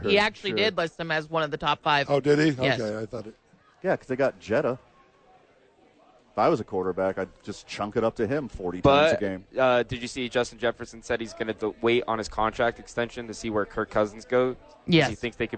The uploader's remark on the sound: live from Howies!